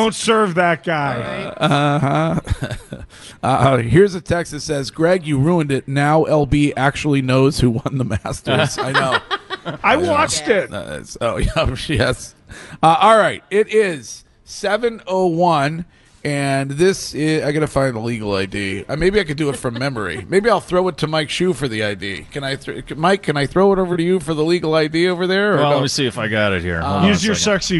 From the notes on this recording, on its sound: Broadcasting live from The Capital Grille